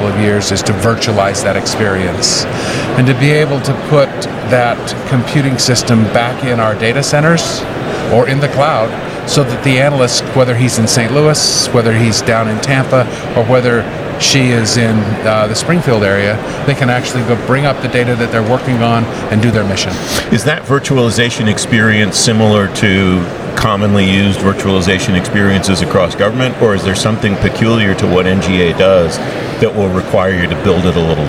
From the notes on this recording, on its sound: This podcast was recorded at GEOINT Symposium 2023 , hosted by the US Geospatial Intelligence Foundation, in St. This podcast was recorded at GEOINT Symposium 2023 , hosted by the US Geospatial Intelligence Foundation, in St.